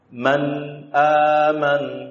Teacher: Man keluar guna dari khaisum dengan tanpa memanjangkannya · Term: gunnah